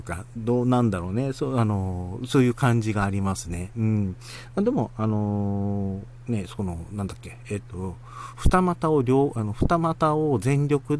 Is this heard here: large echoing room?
no